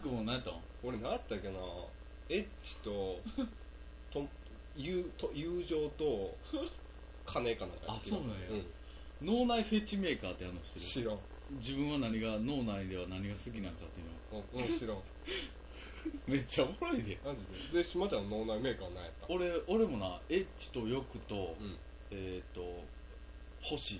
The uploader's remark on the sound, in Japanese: 雑音が少しうるさいですが、すみません。。。もうマイク替えますんで。。。